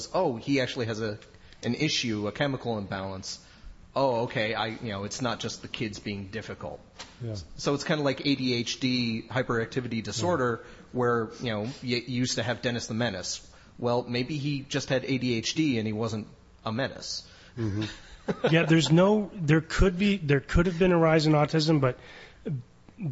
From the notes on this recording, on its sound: Live recording in front a group of skeptics! Our first live recording.